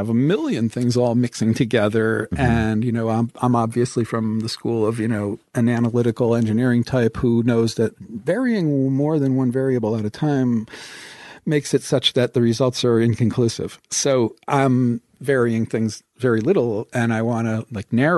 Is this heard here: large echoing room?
no